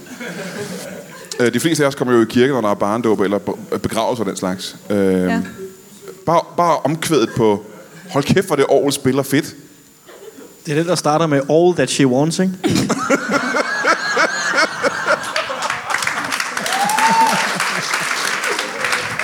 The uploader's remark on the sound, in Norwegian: LIVE fra Comedy Zoo